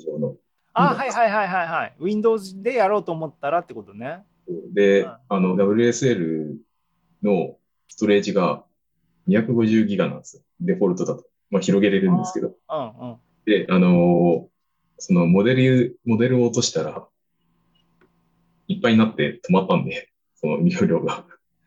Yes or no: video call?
yes